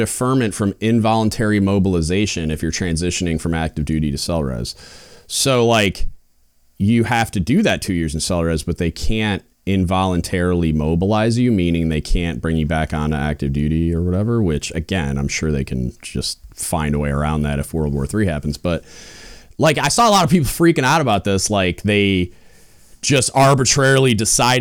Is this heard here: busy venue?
no